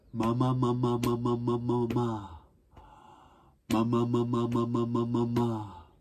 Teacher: まはですね、唇を一旦閉じないと出ない音です。最初に閉じてそれを弾き出すような感じでまと言います。